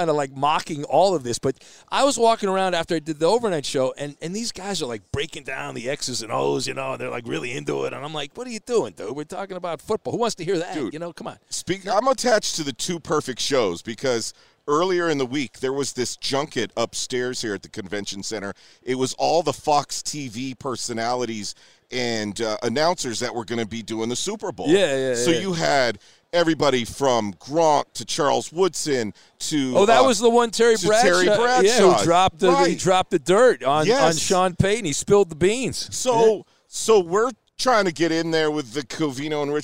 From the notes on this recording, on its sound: Are live from the Super Bowl! Join the show from Radio Row!